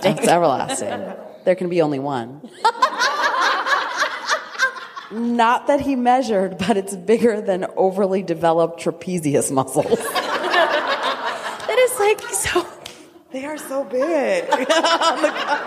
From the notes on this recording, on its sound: Our Live Show at RWA! Thank you to everyone who attended and joined in the game!